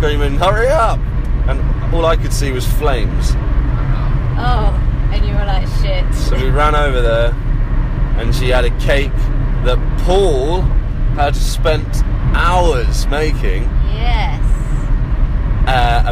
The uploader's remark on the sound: We're in the car, thought it would be fun, apologies for the poor sound quality!